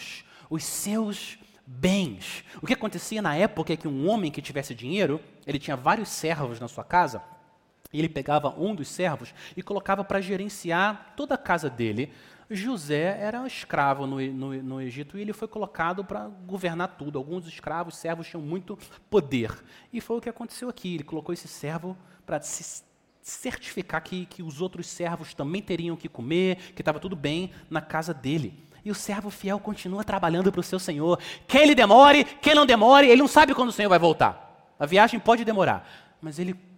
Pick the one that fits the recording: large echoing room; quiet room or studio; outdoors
large echoing room